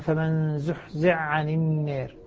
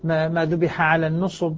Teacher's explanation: نص على أنه يدغم الحاء في العين في موضع واحد وهو زحزع عن النار · Shown in: first take · الذي حاه مدغم. · Term: الإدغام الحائي في العين